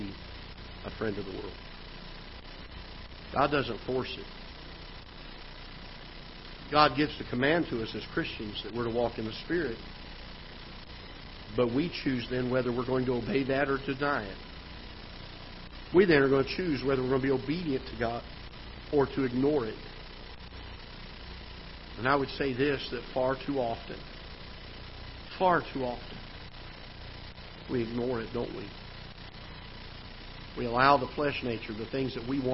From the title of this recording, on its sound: Ketha Heights Baptist Church ~ Live Broadcast